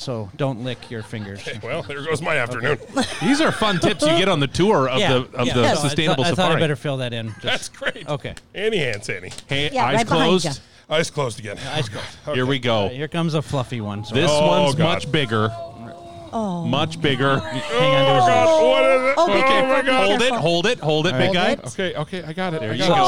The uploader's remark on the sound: We do this podcast live from Sustainable Safari inside Maplewood Mall. Different location, same podcast shenanigan's!